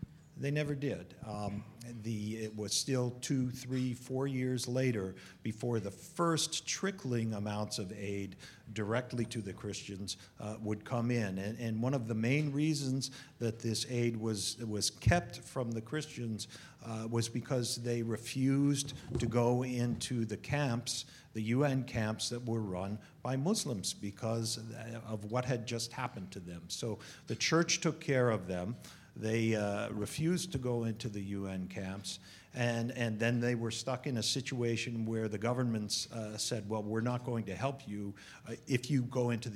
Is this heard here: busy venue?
yes